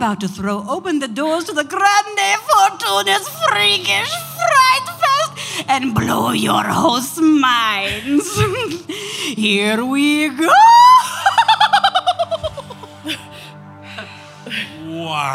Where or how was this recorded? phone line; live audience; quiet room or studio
live audience